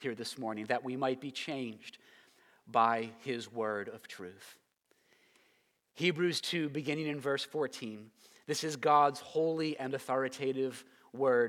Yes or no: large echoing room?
yes